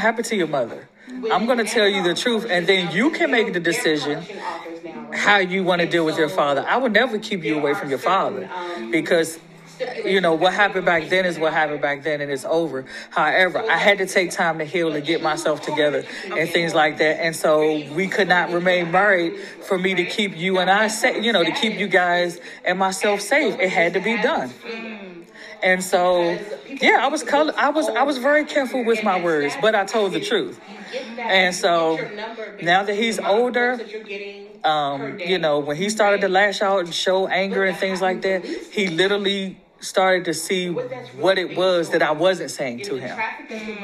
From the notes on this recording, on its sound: Live interview at the 1st Annual Independent Black Author Expo.